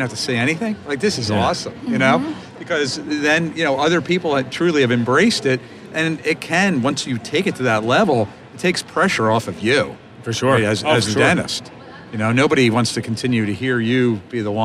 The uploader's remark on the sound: Live from the Benco booth at the GNYDM 2019